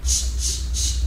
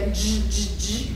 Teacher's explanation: A cs és a dzs esetében ugyanaz megfigyelhető, mint a k és a g esetében, tehát cs-cs-cs, akkor nem zizeg, még hogyha dzs-dzs-dzs, ugyanazt csinálom a számmal, de mégis a másiknál zizeg a torkom